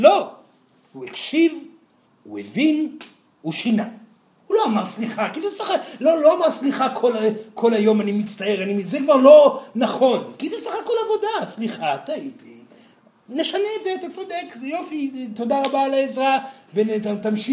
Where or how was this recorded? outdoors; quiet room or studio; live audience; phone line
live audience